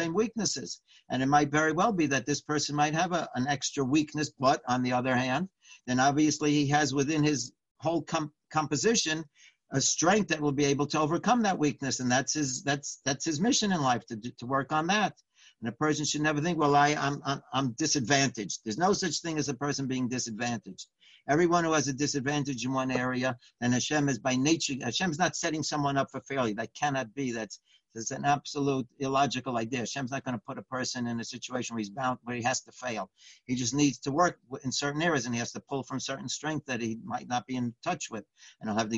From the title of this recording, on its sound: Live On Zoom